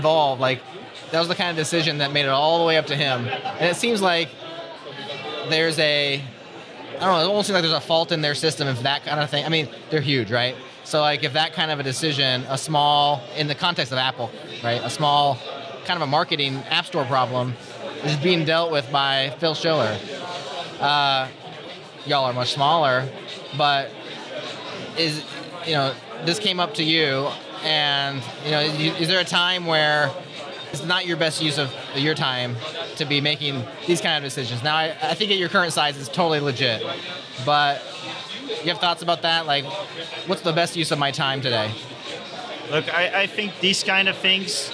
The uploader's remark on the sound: recorded at OSCON London 2016